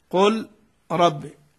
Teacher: تحول اللام إلى راء ثم تدغمها في الراء الثانية · Term: الإدغام